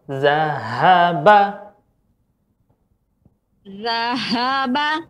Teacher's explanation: posisi H itu dia betul-betul di bagian uh, tenggorokan bawah